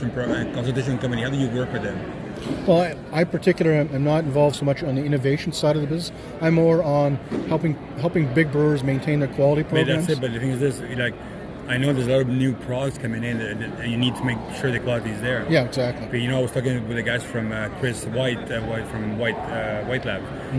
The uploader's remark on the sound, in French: Nous sommes au Canadian Brewing Awards Conference à Halifax.